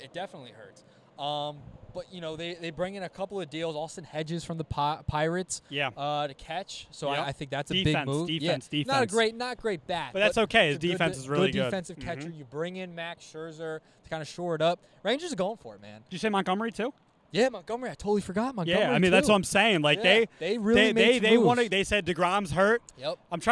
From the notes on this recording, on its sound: Live from Frawley Stadium in Wilmington, home of The Blue Rocks!